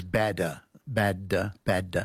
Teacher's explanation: All your tongue does is bounce off the roof of your mouth